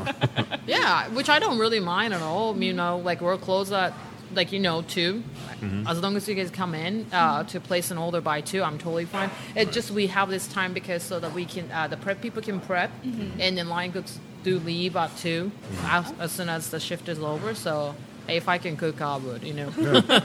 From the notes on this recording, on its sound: Live at Tamashii Ramen House. Authentic Okinawan ramen shop in the heart of Oklahoma.